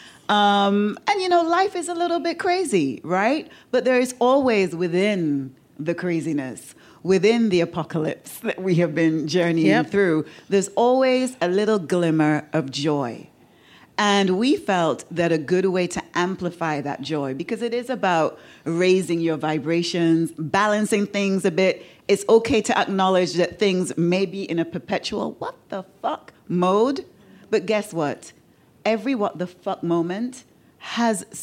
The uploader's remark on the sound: Our season finale recorded at this years London Podcast Festival was an actual dream come true for us.